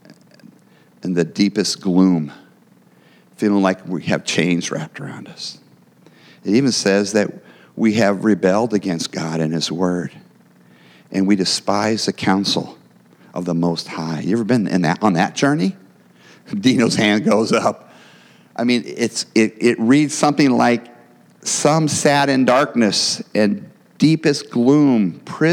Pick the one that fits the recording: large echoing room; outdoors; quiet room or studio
large echoing room